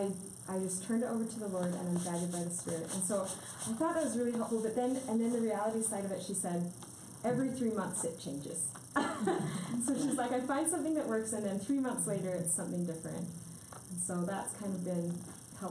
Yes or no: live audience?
yes